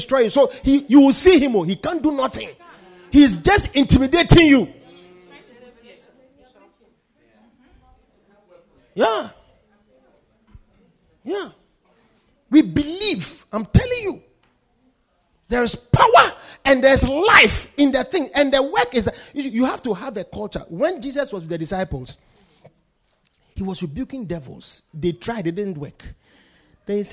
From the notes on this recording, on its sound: Preached at the Poimen Church-HQ.